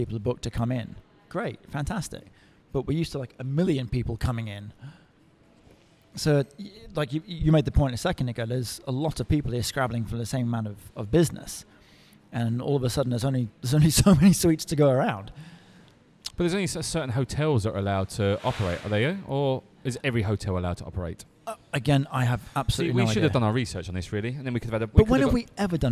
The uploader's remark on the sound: Recorded at Coffee Lab